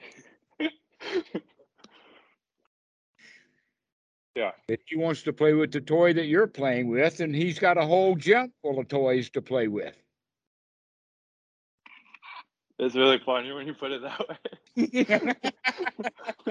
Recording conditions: video call